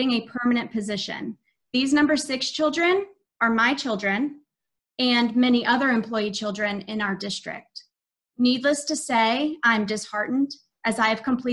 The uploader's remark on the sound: An audio recording of the Indian River Board of Education regular meeting. This meeting was conducted online using the Zoom video conferencing platform.